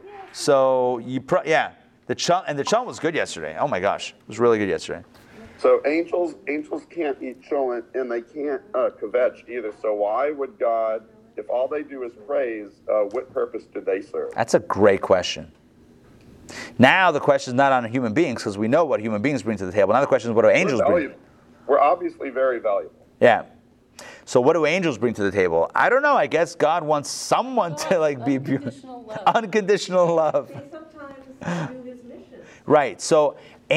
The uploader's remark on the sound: Recorded live at the Intown Jewish Academy on October 31, 2021